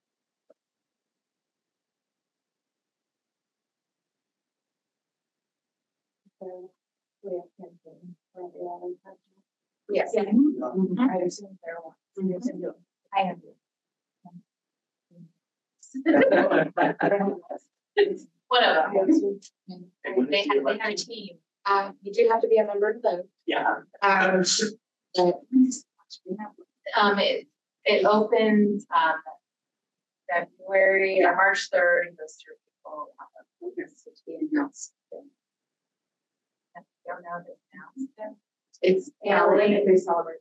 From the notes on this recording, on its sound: Audio is garbled due to technical difficulties.